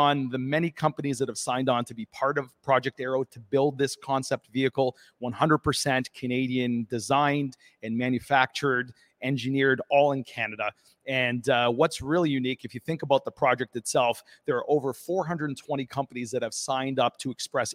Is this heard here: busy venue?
yes